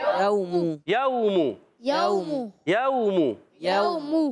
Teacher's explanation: میم پر پیش ہے حرکت، ہے میم کی پیش کو کھینچنا نہیں